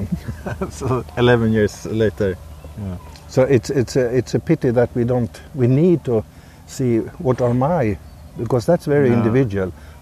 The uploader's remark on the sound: In this episode, I go walking and talking.